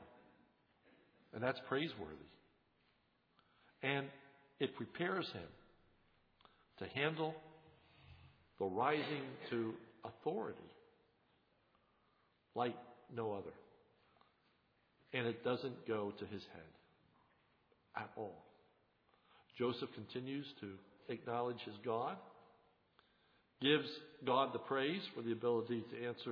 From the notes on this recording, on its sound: This sermon is recorded on 1/02/11 in the evening service.